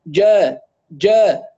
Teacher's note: إذا يعني عملنا تجافي قليل لوسط اللسان نسمع جا جا جا جا، اللي بيسموها تعطيش الجيم